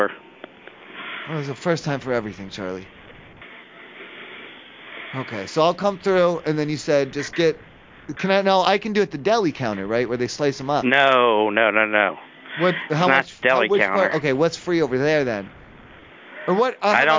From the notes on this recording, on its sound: The live calls never stop!